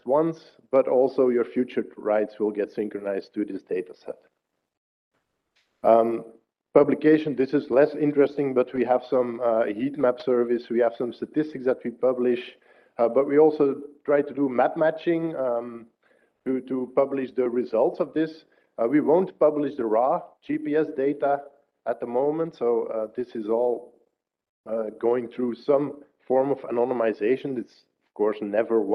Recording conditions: live audience